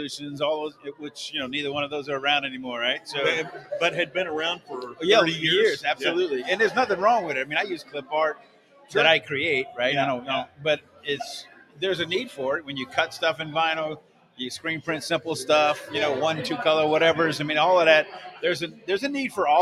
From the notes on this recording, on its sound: Thank you to all our guests who joined us and the wonderful people in the studio audience